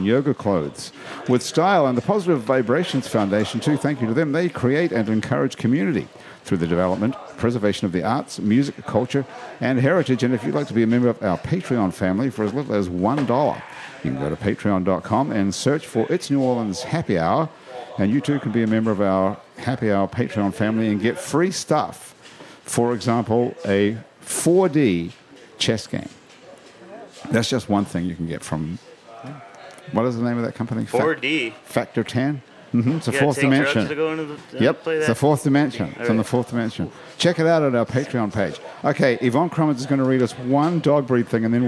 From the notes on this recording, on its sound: Happy Hour is recorded live at the iconic Maple Leaf Bar in New Orleans.